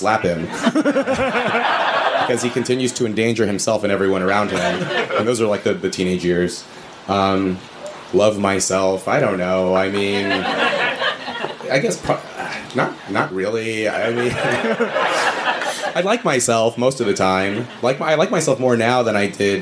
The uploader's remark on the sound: audio of a February 20 live event at the Village Underground